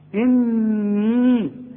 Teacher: واذ قال ربك للملائكة اني، اوعى تنسى الغنة اللي قلت لك عليها بتاعت النون، احنا قلنا عند الوصل وعند الوقف اني، يبقى انا هغن النون دي حركتين واليه دي همدها حركتين